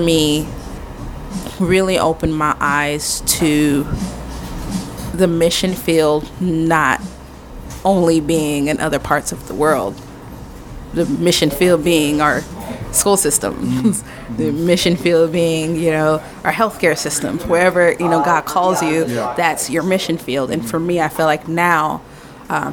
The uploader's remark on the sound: Live on location at Harold's Coffee.